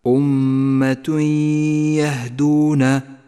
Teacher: بعدها مباشرة حكم الإدغام بغنة أمة يهدون، التنوين وبعده حرف الياء إدغام بغنة